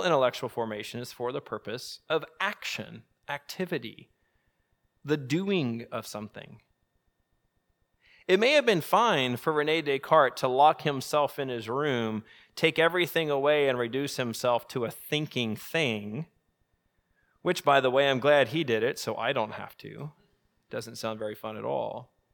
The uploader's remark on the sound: Evening Lecture